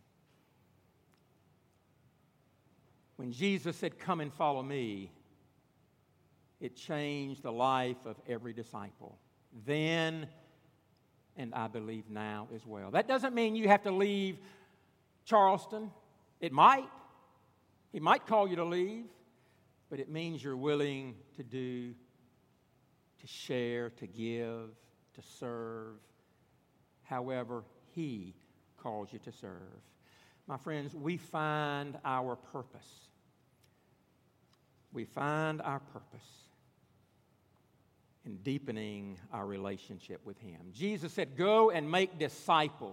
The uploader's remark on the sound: at Redeemer Presbyterian Church in Charleston, SC